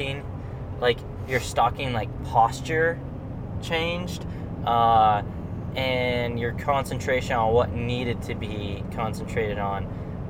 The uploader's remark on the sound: As we are driving down the road.